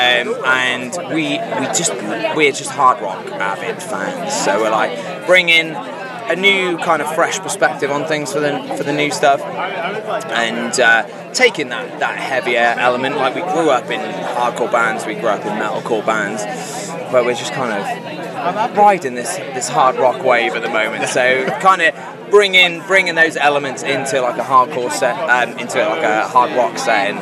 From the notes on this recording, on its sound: Live from 2000 Trees 2023